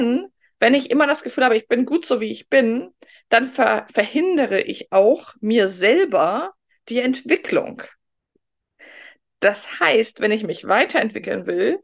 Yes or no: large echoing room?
no